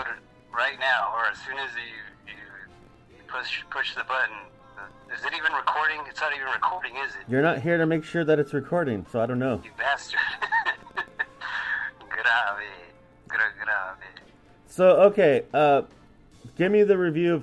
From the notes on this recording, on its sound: Now his bitch ass is in quarantine, so we did this episode by phone...